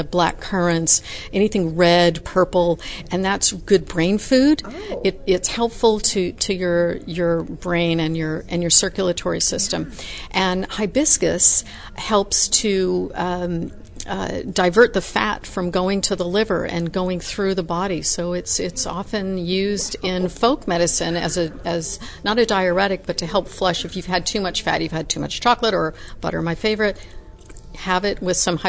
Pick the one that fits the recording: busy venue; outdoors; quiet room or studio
busy venue